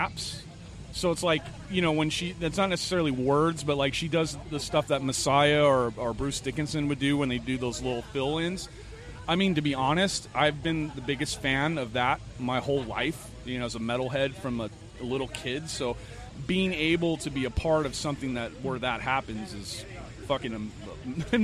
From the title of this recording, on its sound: Live at SD Metal Swap Meet